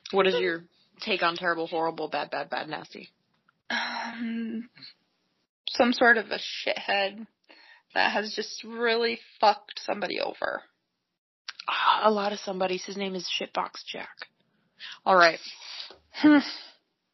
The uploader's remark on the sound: Please bear with us as the audio isn’t the best for this one